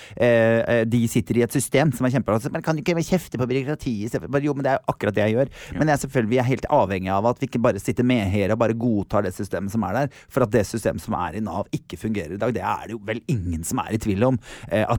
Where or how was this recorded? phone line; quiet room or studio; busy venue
quiet room or studio